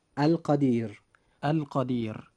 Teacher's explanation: فإذا رجعنا إلى كلمة القدير التي هي مثالنا في هذا المضمار، نجد أن حرف الراء جاء وقبله حرف من حروف اللين، وهو حرف الياء، لذلك وجب ترقيق حرف الراء